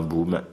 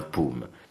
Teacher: la même différence qu'entre la bilabiale sonore B et la bilabiale sourde P entre un boom et un poum.